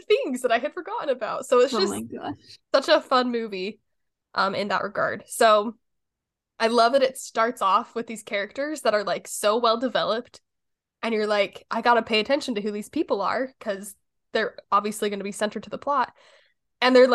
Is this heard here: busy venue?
no